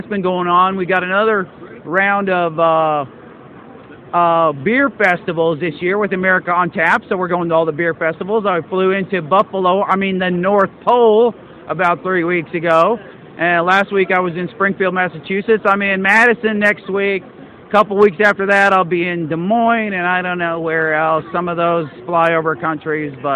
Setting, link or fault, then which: setting, busy venue